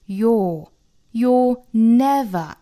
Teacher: You 和 are 的缩约读成 your,类似于长元音 all 的读法